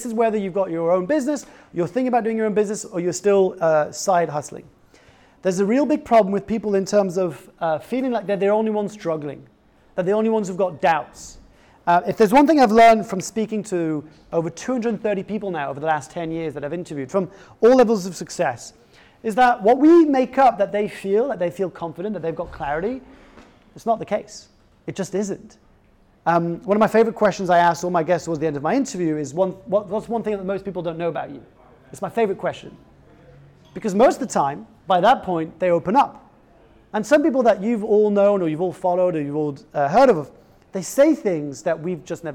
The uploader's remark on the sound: sold out live talk at General Assembly